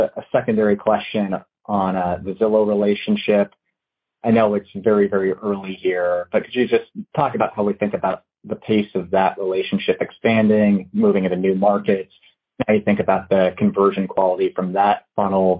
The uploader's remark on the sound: Recording of Opendoor's Second Quarter Earnings Conference call